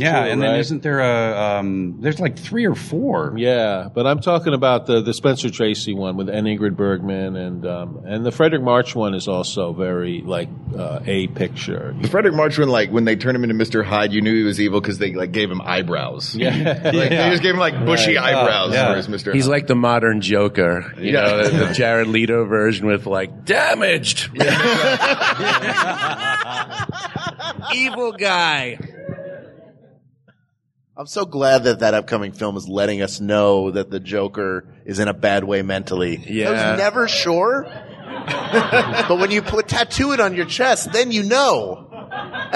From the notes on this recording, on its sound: Recorded Live at Dragon Con